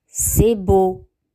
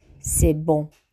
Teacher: O fermé et O nasal.